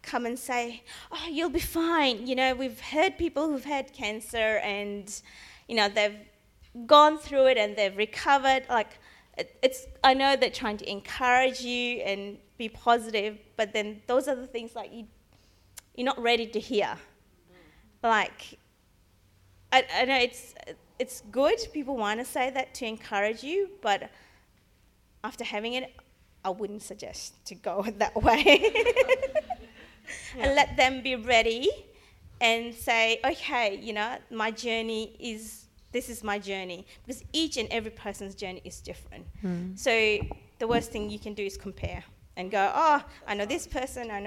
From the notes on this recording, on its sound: Final Session of the Divergent Church Radiance Women's Conference 2019